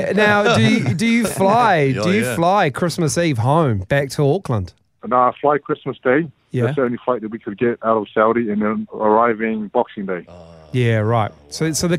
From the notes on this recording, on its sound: Today we are joined on the phone.